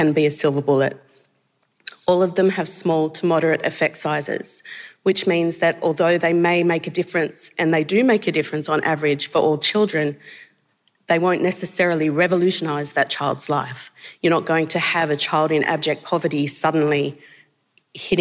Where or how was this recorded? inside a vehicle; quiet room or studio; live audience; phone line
live audience